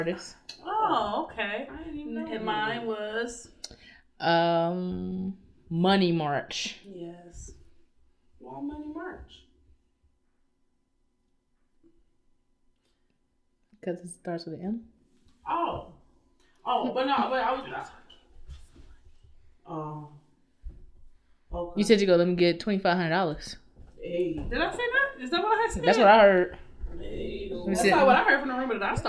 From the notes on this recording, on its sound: Due to a technical difficulty or two, the audio was compromised and has impacted our quality.